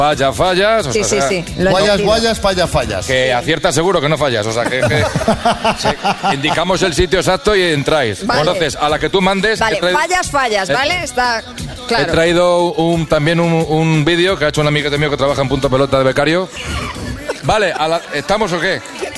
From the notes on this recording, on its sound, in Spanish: Las Mañanas KISS desde VALENCIA. Los oyentes que se han acercado a disfrutar del programa en directo con nosotros.